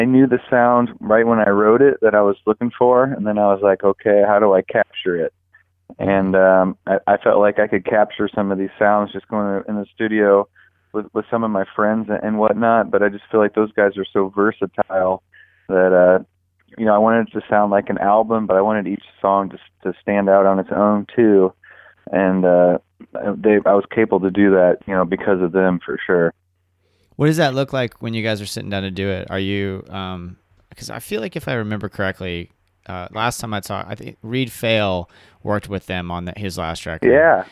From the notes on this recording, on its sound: We caught up